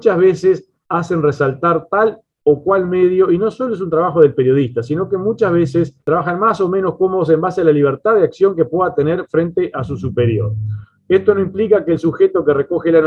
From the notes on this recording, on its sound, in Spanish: Mesa Redonda Virtual